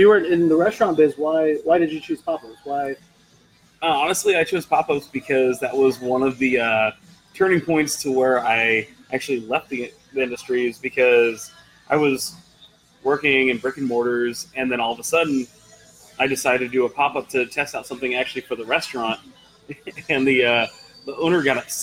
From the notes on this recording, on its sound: Here at Public House Heights